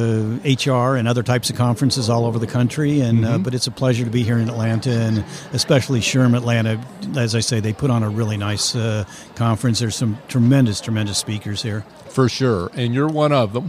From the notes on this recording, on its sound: LIVE at the Business RadioX® remote at SOAHR 2023